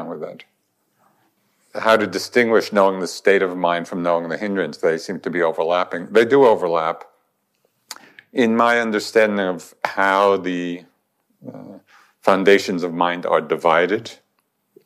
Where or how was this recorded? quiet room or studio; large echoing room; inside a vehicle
large echoing room